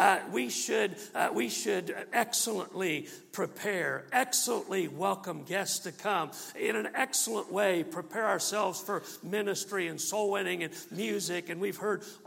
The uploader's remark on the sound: MULTIPLY Conference. From the pulpit of Calvary Baptist Church on November.